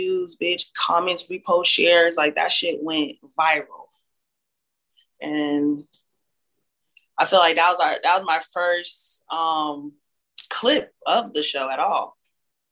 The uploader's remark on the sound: zoom interview